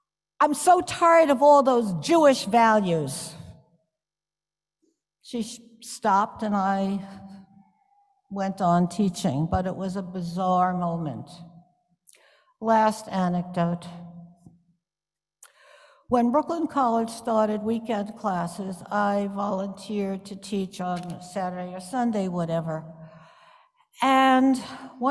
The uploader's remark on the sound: Stories shared in our joint Chanukah Service on December 5th, 2021. Today’s podcast features stories shared in our joint Chanukah Service.